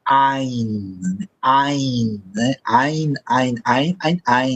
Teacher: Se você não lembrar essa letra, ela vale como uh, um som que é uma parada na garganta, é um som glotal